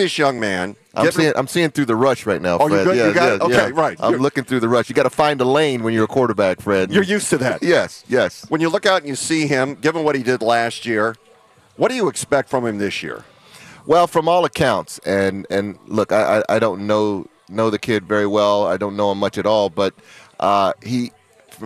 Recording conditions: busy venue